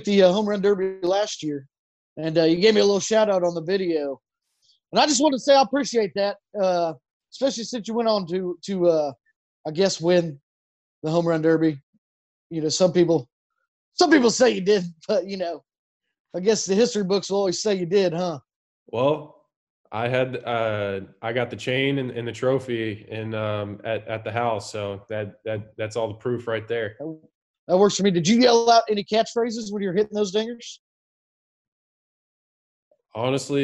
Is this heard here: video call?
yes